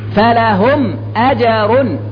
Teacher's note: هنا إظهار، فلهم إظهار الميم لأنها بعدها همزة، فلهم الميم الساكنة بعدها همزة، فهذه حكمها الإظهار